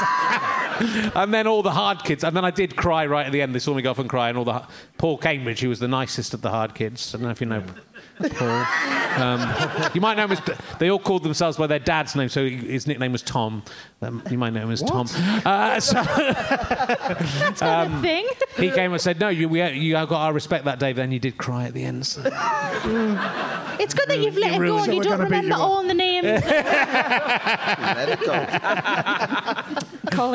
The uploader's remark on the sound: This gigcast is from our one gig of the year. This episode was recorded in front of a live audience at Leicester Square Theatre in November.